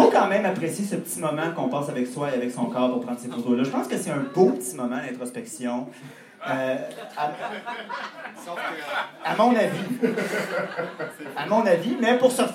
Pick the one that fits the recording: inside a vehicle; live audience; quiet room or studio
live audience